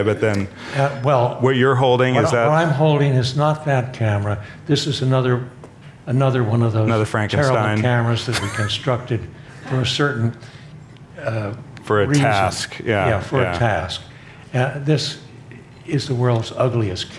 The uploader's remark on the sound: Was given on October 02, 02018 as part of The Long Now Foundation's “Conversations at The Interval” Salon Talks. These hour long talks are recorded live at The Interval, our bar, cafe, & museum in San Francisco.